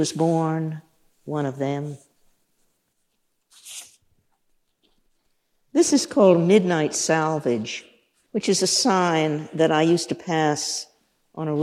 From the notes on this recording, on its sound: In this event from 2006. With a Portland audience.